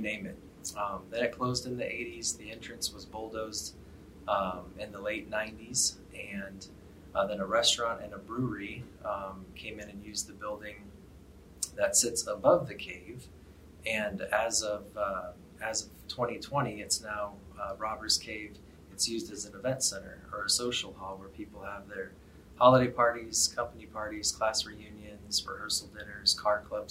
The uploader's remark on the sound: Lecture series at the Center for Great Plains Studies.